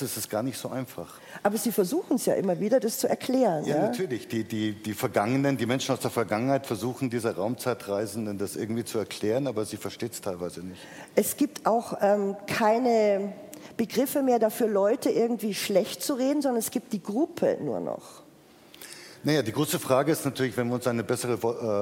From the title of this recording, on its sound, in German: Live vom Erlanger Poetenfest 2023